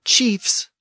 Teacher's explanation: in the case of chiefs, we retain the F sound at the end and just stick an S after it